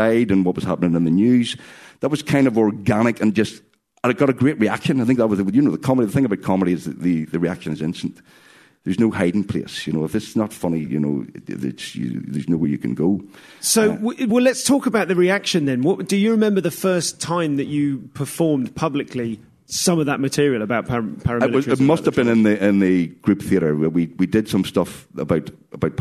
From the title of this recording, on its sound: Live at Belfast Comedy Festival